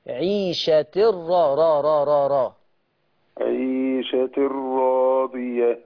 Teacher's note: التنوين ورا منه حرف مشدد خش في المشدد على طول. فهو في عيشة الراء.